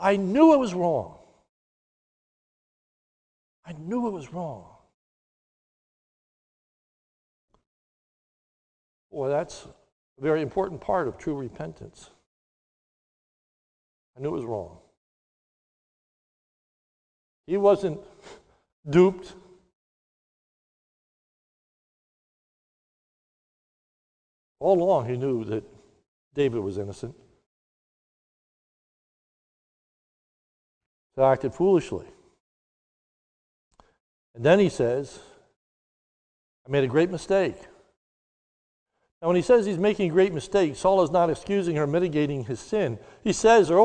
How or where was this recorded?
large echoing room